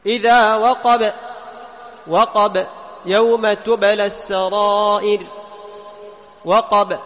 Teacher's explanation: لاحظ الزمان ينتهي بسرعة بقوة اعتماد على المخرج، لا يجري معه الصوت · Term: حرف شديد